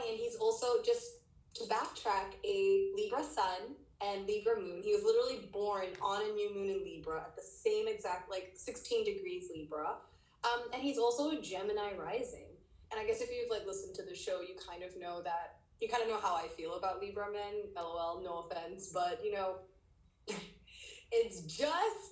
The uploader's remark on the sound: This episode was recorded via insta live